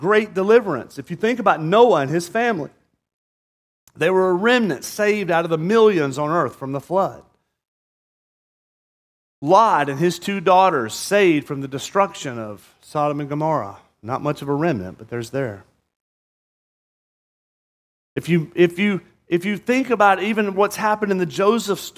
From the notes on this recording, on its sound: at Murrieta Valley Church in Murrieta, California.